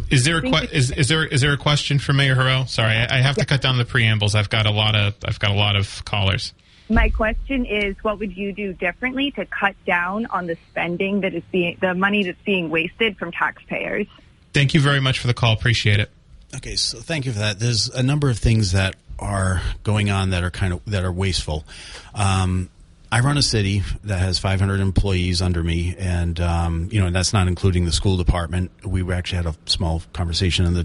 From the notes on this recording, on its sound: continues to take calls from the audience